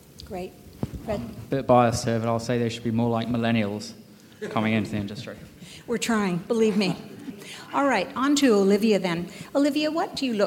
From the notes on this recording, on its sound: This episode features the Next-Gen Leaders Panel at The Northern Miner’s annual Canadian Mining Symposium held at Canada House in London, U.K., earlier this year.